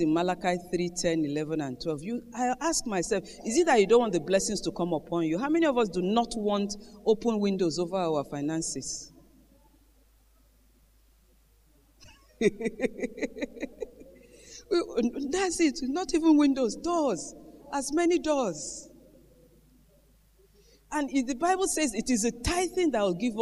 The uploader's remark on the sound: Gathering of Eagles Conference Day 2 Morning Session